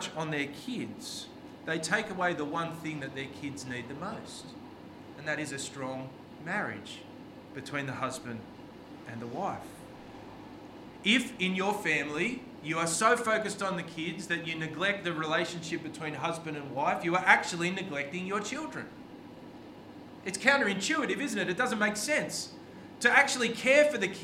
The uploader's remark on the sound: This sermon was preached on 2nd July 2023 at all services of Helensburgh and Stanwell Park Anglican Church.